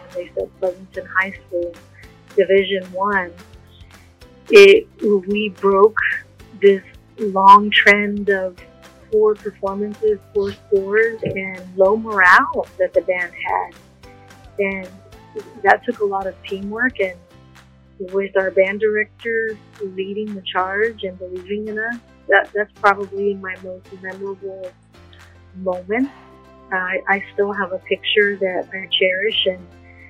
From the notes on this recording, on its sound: Sincere apologies for some of the sound quality. Cell phone interviews has its challenges.